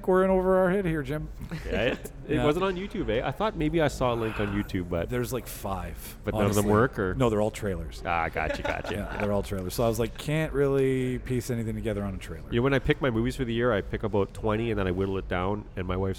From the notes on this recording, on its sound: we go live from The Park Theatre for Cult Movie Night #2